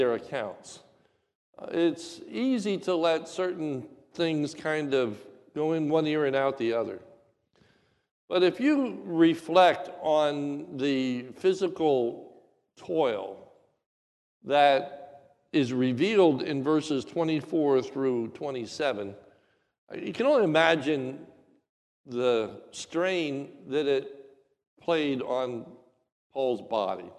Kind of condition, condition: setting, large echoing room